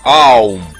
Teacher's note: М в конце. конце – это не буква «М», а прекращение звучания гласных, когда человек смыкает губы после произнесения звука «У»